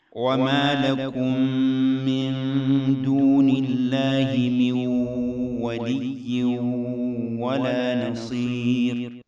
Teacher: من ولي تنوين بعده واو يدغم بغنة